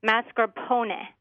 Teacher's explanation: They do put that R in the first syllable, but there actually isn't an R in the first syllable. There's only one R in the word, and it's pronounced mascarpone.